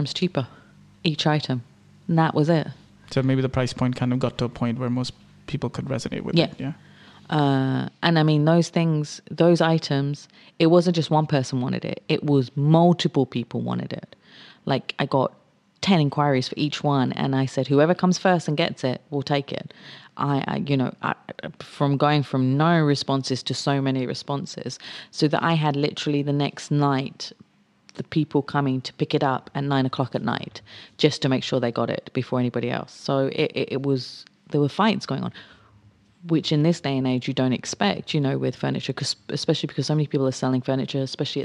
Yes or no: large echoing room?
no